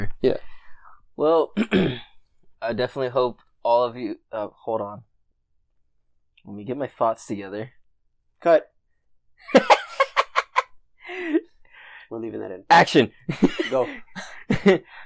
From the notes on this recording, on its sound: The audio in the episode varies as you know we are still learning a lot about audio. A re-recorded podcast, we messed up the first recording and now where here.